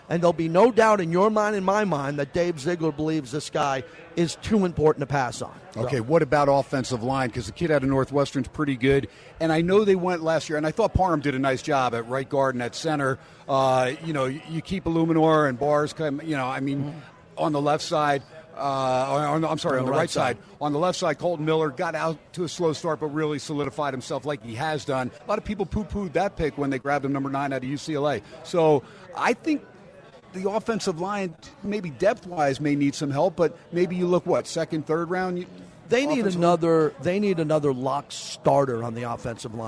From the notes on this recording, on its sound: SPORTSXRADIO ON HUMP DAY AT STEINERS PUB. "Live" from #SteinersPub. In Steiner's Pub for hour #2.